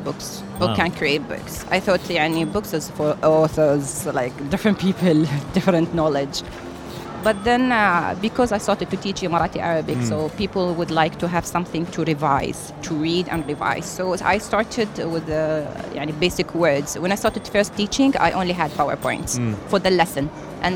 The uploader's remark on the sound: Live from SIBF 2023